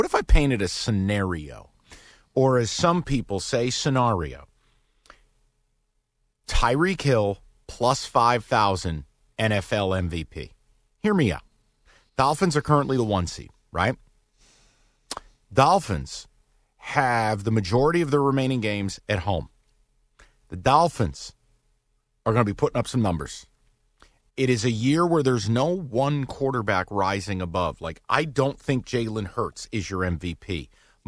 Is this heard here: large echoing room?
no